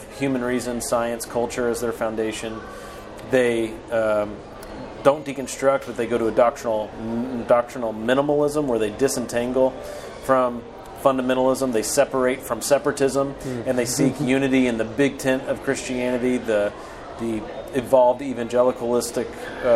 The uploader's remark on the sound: LIVE at the IFCA Convention. The IFCA Int National Convention in Covington, KY.